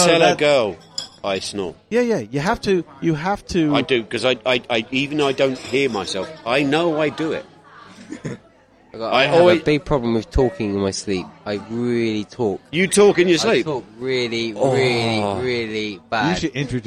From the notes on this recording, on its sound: The Technical Difficulties Show. Recorded from the New York Cafe, of the Doumen District in Zhuhai.